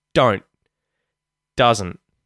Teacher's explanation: It's got to be this abrupt stop, and that shows us that there should be a T there.